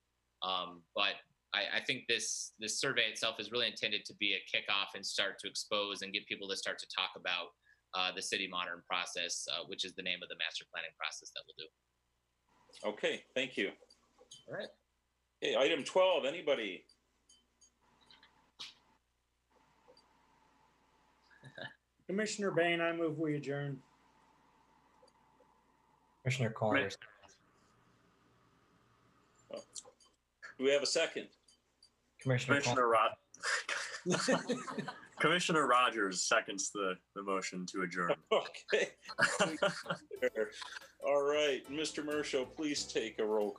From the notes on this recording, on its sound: This is a regular meeting of the City of Midland, Michigan Planning Commission. This was an online Zoom webinar brought to you the MCTV Network and the City of Midland.